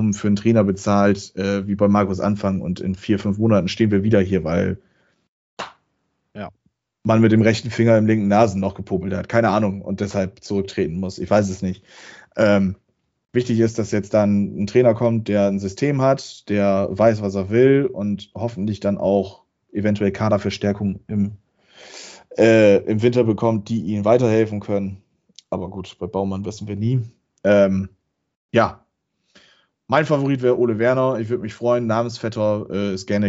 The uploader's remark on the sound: Aufgezeichnet am 23.11.2021 via Skype.